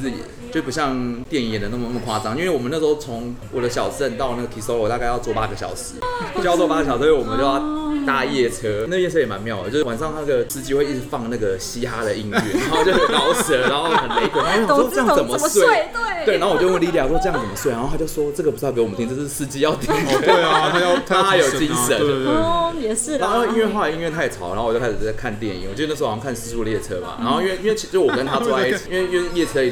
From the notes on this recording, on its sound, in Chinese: 本集白噪音指數：微風級 2/5。錄音地點：印度咖哩吧 - Curry Lounge。